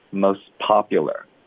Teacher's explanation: 因为它一个特的音出现在一个别的爆破音的前面呢，一般我们都会省略